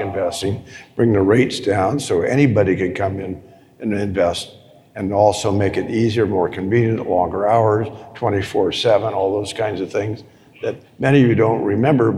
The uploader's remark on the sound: on the stage at the Money 2020 conference in Las Vegas